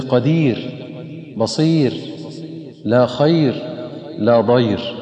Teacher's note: فالراء هنا ترقق لأنها أتت ساكنة بعد ياء ساكنة